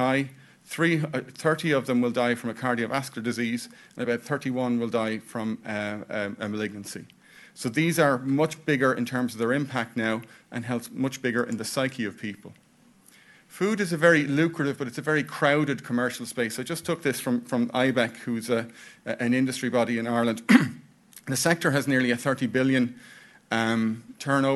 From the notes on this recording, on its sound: This podcast is taken from a recording symposium on hosted by safe food at the 2019 Federation of European Nutrition Societies conference. This podcast is taken from a recording symposium on hosted by safe food at the 2019 Federation of European Nutrition Societies conference.